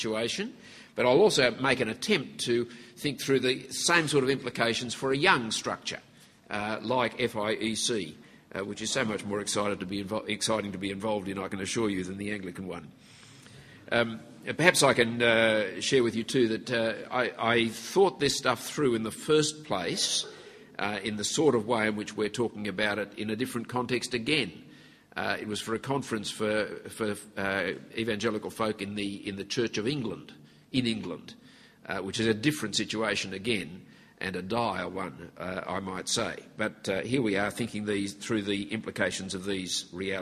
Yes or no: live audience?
yes